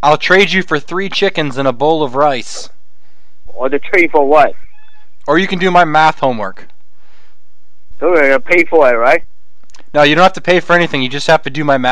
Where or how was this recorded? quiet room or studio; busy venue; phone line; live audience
phone line